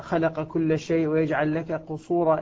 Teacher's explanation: القاف تدغم في الكاف والكاف تدغم فيها، كل واحدة تدغم في الثانية